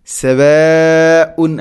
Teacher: സവാഉൻ മദ് മുത്തസിലാണ്, മുത്തസിൽ വാജിബാണ്, നിർബന്ധമായിട്ടും നീട്ടണം നാലോ അഞ്ചോ ഹർക്കത്തിൻ്റെ ഖദറിൽ. ഹർക്കത്ത് ഖദർ കണക്കാക്കുന്നത് സാധാരണഗതിയിൽ നമ്മുടെ കൈ ഒന്ന് മടക്കി ഓപ്പണാക്കുന്ന ആ ഒരു സമയമാണ് ഒരു ഹർഫ് എന്ന് പറയുന്നത്. · Term: മദ് മുത്തസിൽ